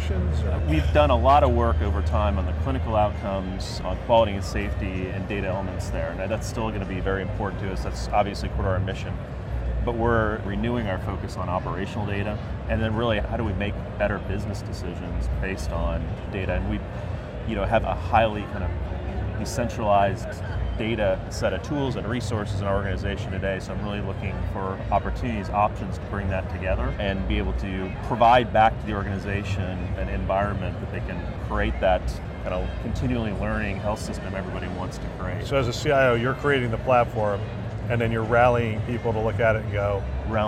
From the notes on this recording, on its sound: an Interview in Action live from ViVe 2023